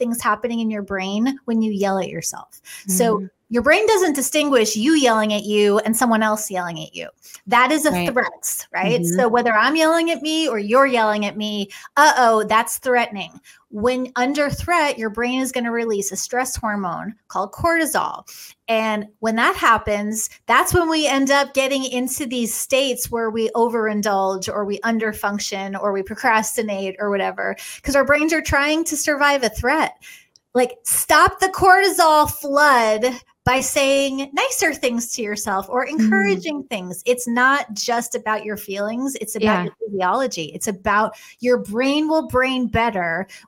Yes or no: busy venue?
no